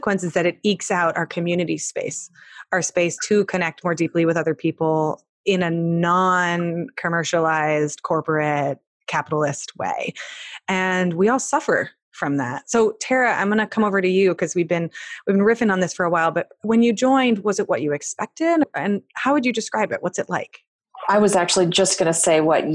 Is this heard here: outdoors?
no